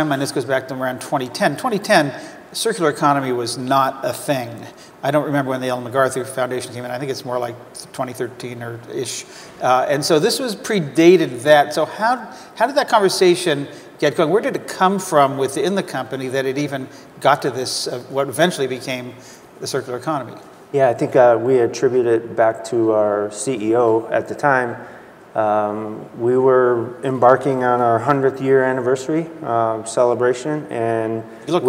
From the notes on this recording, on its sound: The best of live interviews from GreenBiz events.